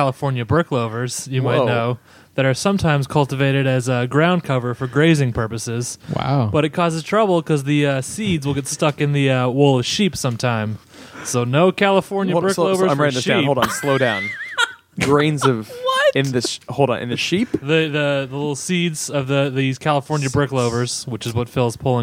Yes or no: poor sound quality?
no